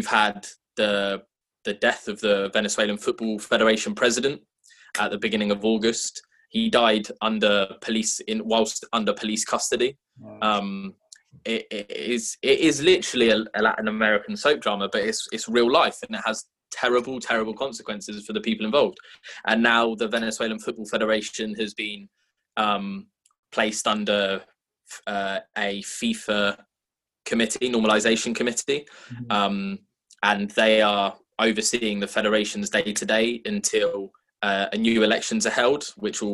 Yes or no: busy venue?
no